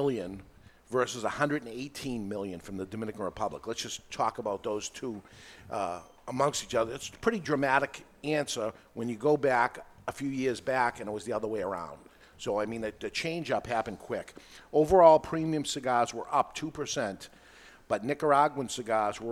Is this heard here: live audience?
yes